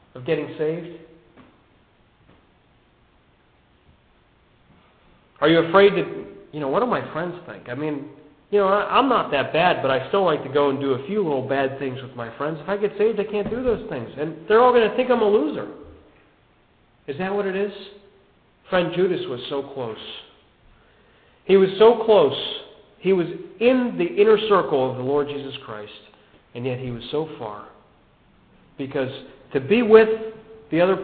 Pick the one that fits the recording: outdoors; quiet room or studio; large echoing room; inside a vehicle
large echoing room